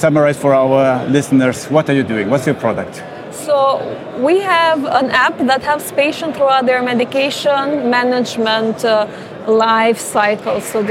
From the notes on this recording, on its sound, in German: Die DMEA zählt mit rund 700 Ausstellern aus 30 Ländern sowie über 16.000 BesucherInnen zu den wichtigsten Events für Digital Health-Startups in Europa. Der ideale Ort also, um eine Live-Folge aufzuzeichnen.